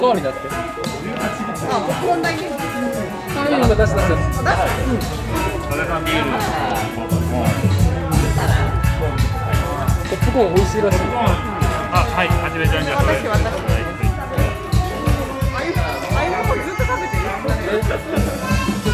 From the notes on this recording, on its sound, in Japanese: 屋外収録「Circles 16th Anniv. Party」。